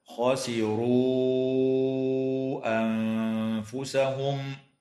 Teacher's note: وتمد الواو في قوله تعالى: خسروا أنفسهم من قبيل المد المنفصل بمقدار 4 أو 5 حركات